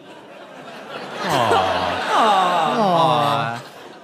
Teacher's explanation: Aw. Right, it's half aw and half oh · Term: aw sound